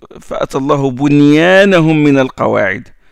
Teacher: Bunyan, on prononce le nun et on prononce le ya.